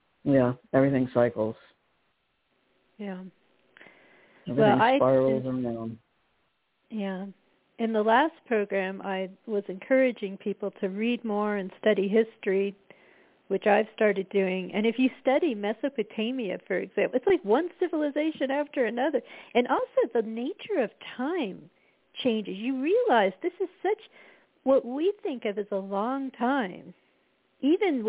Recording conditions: phone line